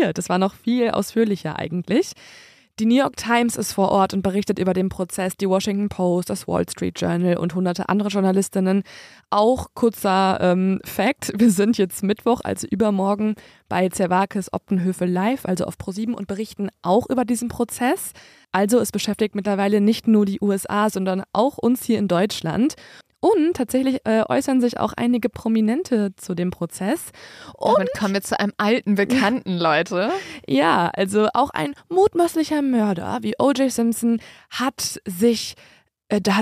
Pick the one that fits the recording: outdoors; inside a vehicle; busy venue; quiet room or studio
quiet room or studio